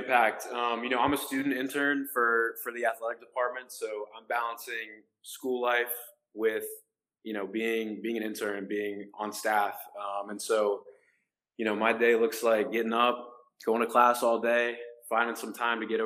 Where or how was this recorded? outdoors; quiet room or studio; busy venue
busy venue